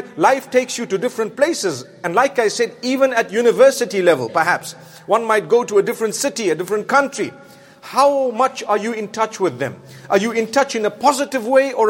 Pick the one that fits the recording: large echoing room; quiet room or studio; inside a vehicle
large echoing room